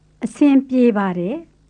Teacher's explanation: Make sure you say pie as one syllable, so you're not saying pie bade, which sounds very foreign. · Term: PY sound